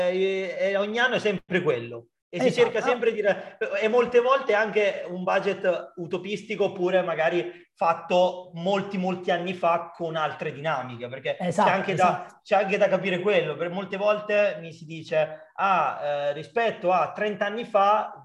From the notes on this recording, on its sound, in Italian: La registrazione integrale del webinar Revenue Superstar